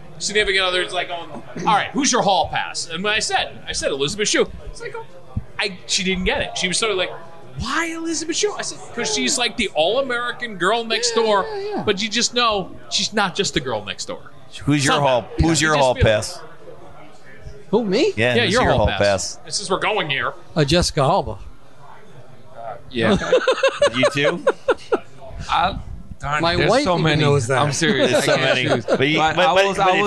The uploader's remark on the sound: podcasts live from Maloney's Pub in Matawan NJ